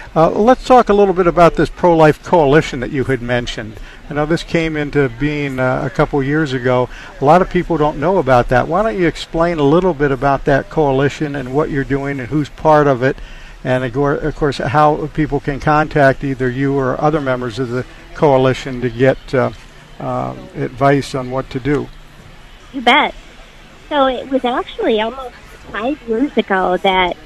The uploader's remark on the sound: Live at the Iowa State Fair 2021